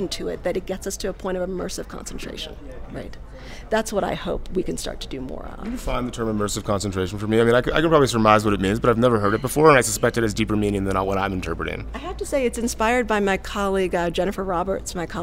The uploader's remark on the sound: TAKEOVER is a special series of episodes that puts you on the ground during the Aspen Ideas Festival in Aspen, Colorado.